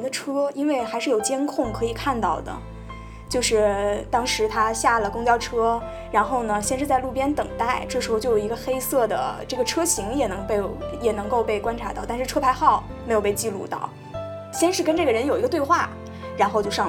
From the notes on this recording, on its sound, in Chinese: 非常抱歉这次的音质，是我的个人问题，以后一定会注意录音设备的方向